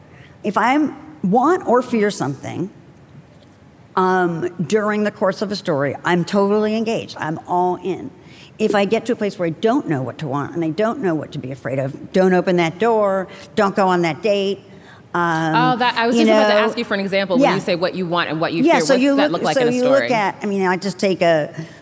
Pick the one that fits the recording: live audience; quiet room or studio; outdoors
live audience